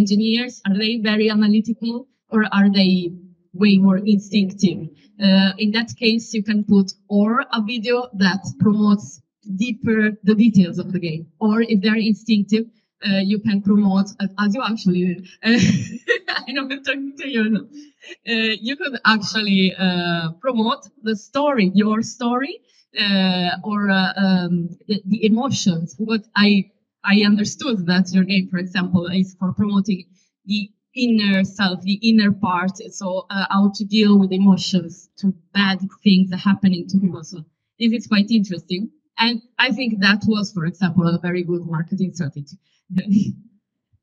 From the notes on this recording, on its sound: Apologies about the audio quality!